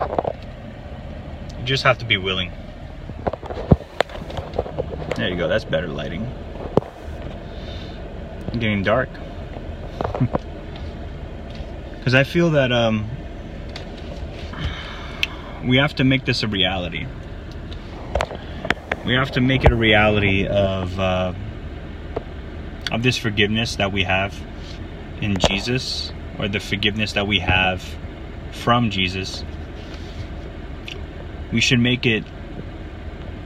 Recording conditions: outdoors